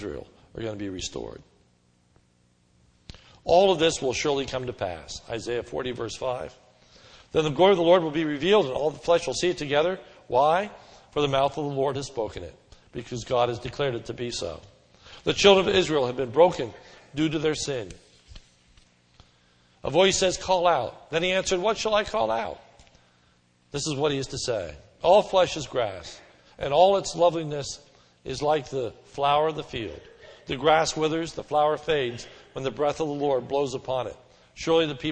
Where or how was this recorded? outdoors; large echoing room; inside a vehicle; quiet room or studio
large echoing room